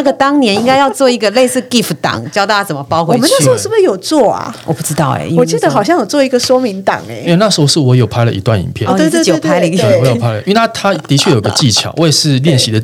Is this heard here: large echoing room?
no